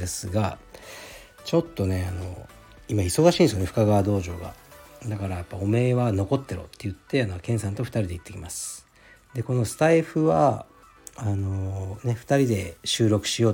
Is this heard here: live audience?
no